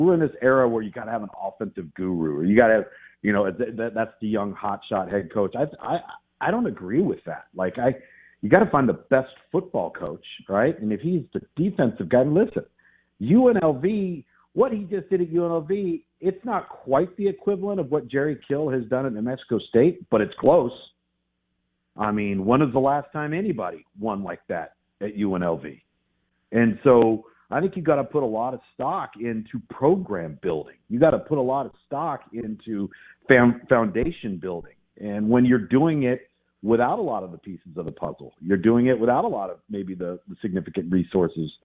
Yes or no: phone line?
yes